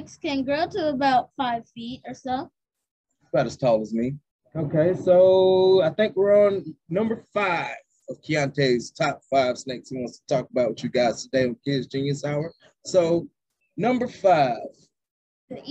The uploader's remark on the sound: Excuse the Audio. Early recording!!!